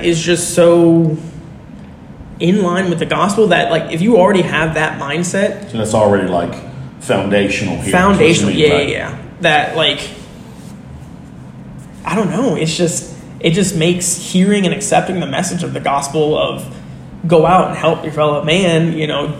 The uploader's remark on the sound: This conversation was recorded on an iPhone in the Dominican Republic.